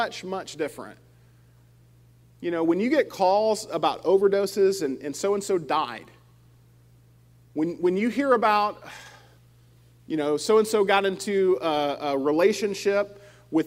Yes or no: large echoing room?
yes